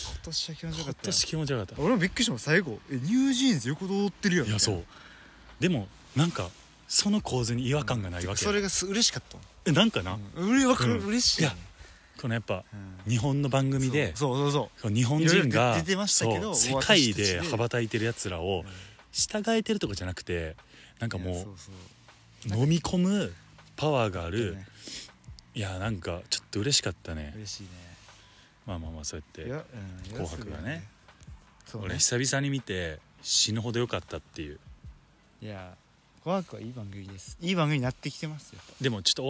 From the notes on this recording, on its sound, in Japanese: 僕らは地元が一緒でして、今年は帰省の日も被っていたため、新年明けたて、路上収録しました。